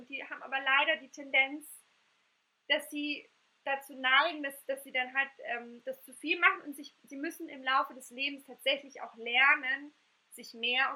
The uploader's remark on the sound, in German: Einer Live-Aufnahme meines ersten Webinars. Bitte entschuldigt den Unterschied in der Tonaufnahme.